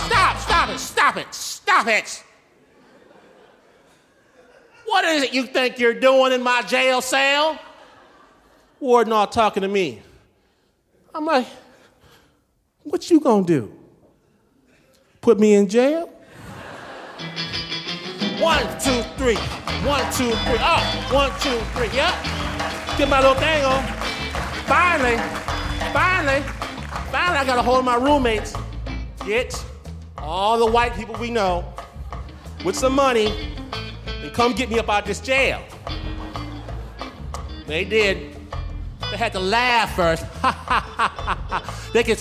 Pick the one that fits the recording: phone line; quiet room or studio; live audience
live audience